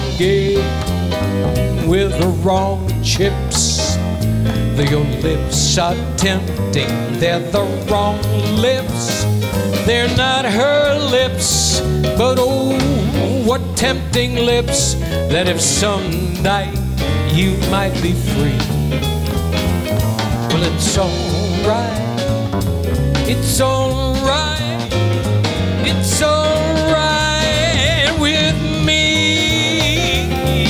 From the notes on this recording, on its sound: Live at the SouthPoint Casino